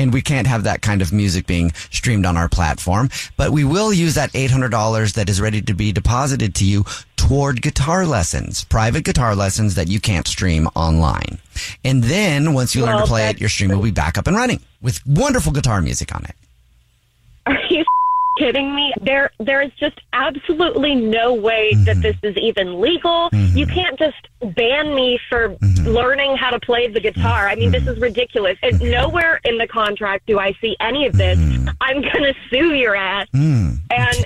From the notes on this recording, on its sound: phone prank style